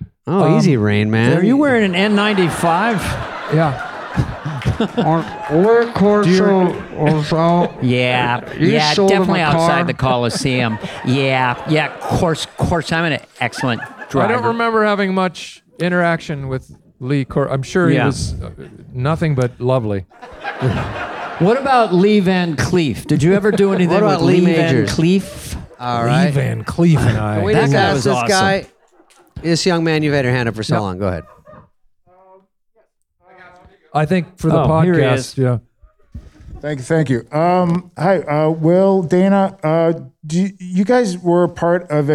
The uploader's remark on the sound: Live from Largo at the Coronet.